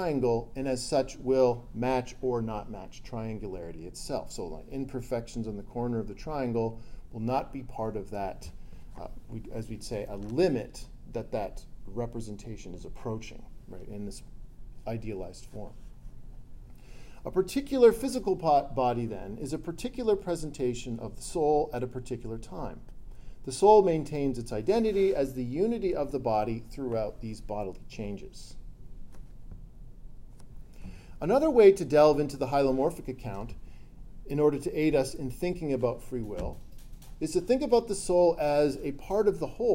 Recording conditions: large echoing room